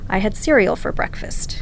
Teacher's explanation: If I'm making a statement, I would say, I had cereal for breakfast, and my voice goes down at the end.